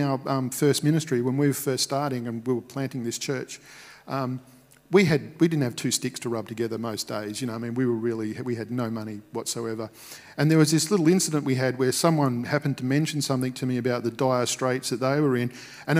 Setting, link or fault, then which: setting, large echoing room